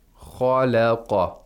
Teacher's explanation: Okay, one tajweed point which is very beneficial to know about is the tafkhim and tarqiq in words such as khalaqa. We have tafkhim of kha followed by tarqiq of lam, followed by tafkhim of qaf again. So we have one tafkhim followed by one tarqiq followed by another tafkhim.